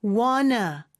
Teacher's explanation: N 다음에 오는 T는 또 생략이 가능해요. 그래서 wanna 이렇게도 발음할 수 있어요.